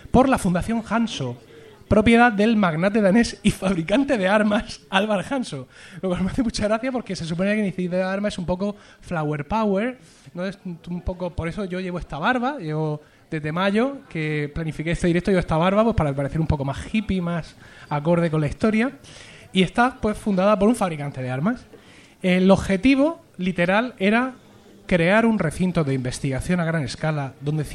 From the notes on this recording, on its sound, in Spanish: En directo desde Bharma. Gracias a las Jornadas de Podcasting 2014 un viejo sueño se ha cumplido, poder emitir un directo desde Bharma, el bar barcelonés ambientado en Lost.